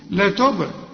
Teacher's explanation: الباء هنا لازم تقلقل لأنها عليها السكون